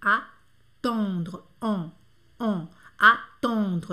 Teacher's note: esse en do attendre, do verbo esperar, é on, ele é redondo, tá? O céu da boca fica redondo.